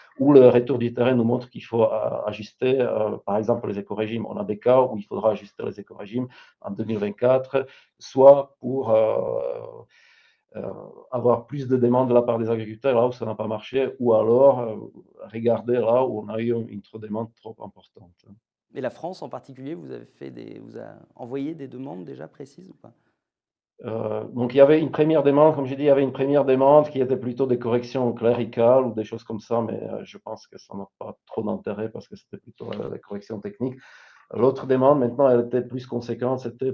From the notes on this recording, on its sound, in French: Réécoutez cette conférence virtuelle organisée par Euractiv.